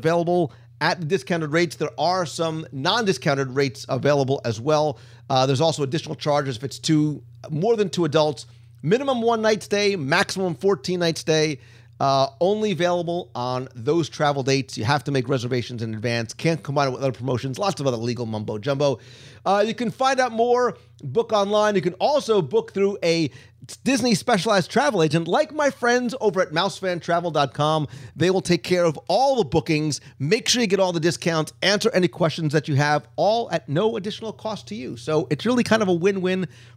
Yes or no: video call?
no